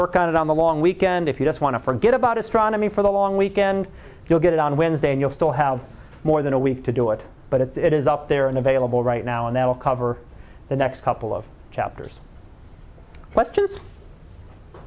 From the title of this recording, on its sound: Live Class Lecture